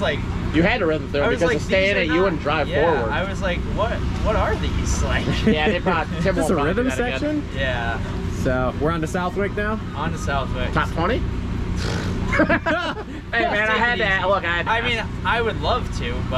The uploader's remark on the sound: Live from Redbud post race. We walk around the pits after the race and talk to who we can talk.